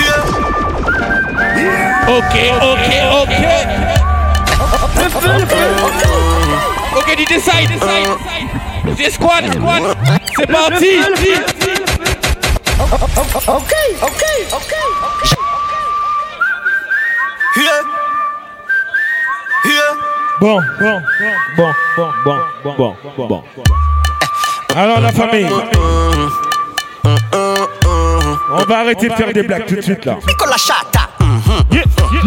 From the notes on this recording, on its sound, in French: On a enregistré cette soirée incroyable !